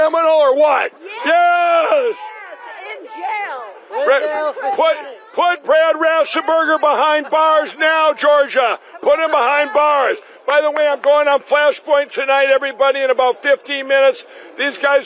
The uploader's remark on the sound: Live From CPAC.